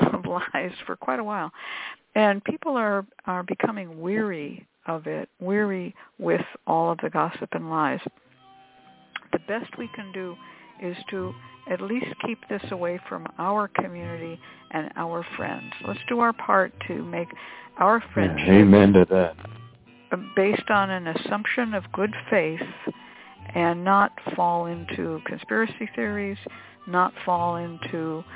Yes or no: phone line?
yes